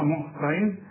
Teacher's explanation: الطاء هي المفخمة هنا ومكسورة